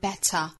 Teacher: 在英音之中呢， better 中间的这个字母 t 的发音是爆破十足的，发成一个 t 的发音， better.那在美音之中呢，更倾向于发成 flap t 弹舌音 better 当然加上后面的这个 r 的美音的卷舌音，那再这样一组合呢，发成一个 der better.